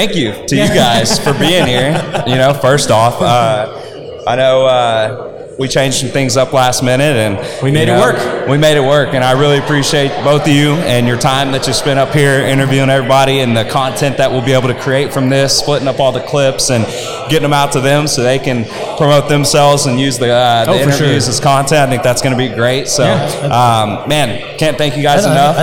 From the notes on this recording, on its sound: We interviewed for over 2 hours at the Contractors Network LIVE event in Spring TX.